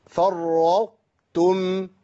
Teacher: ما اقولش فرطتم كده انا جبت طاء وتاء، لا انا بجيب تاء مفخمه